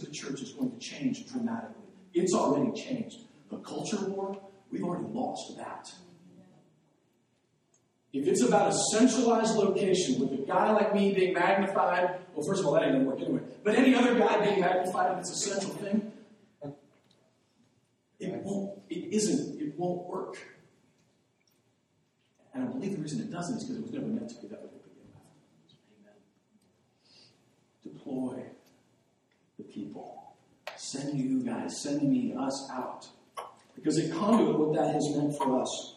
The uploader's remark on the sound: The audio on this wasn't recorded properly